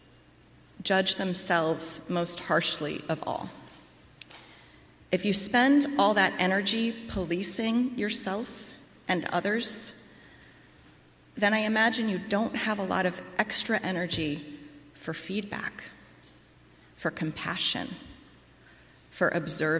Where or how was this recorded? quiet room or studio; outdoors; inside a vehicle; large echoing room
large echoing room